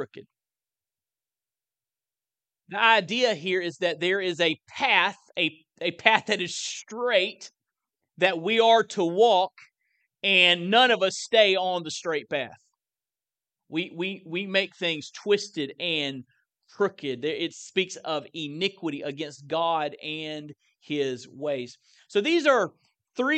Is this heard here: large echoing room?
yes